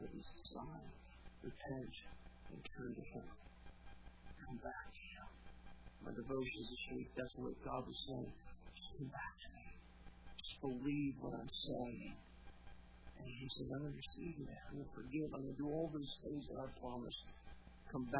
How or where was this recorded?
large echoing room